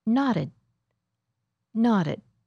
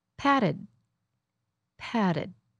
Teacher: Do you see how the D and T sound alike when they happen between two vowels? You might hear that the vowel is a little longer when it's before the D. · Shown in: first take